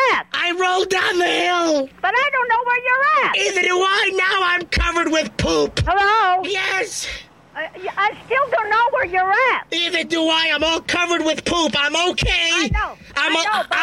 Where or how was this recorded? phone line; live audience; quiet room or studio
phone line